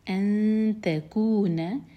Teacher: نون کی آواز کو چھپائیں گے اور دو سیکنڈس کا ٹائم دیں گے